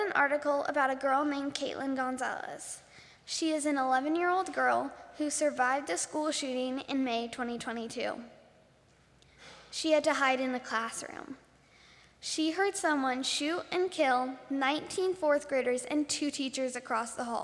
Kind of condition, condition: setting, large echoing room